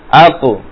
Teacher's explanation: Jadi untuk huruf qaf dan ta karena dia huruf tebal, pantulannya tebal juga.